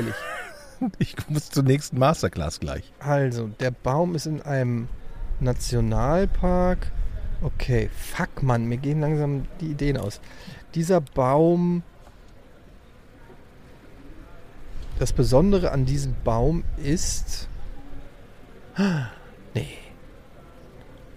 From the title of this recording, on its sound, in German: Live vom OMR Festival